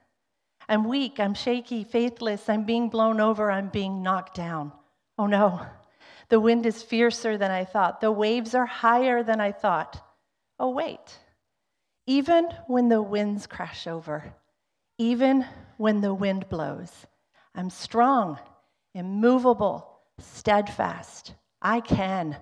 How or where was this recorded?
large echoing room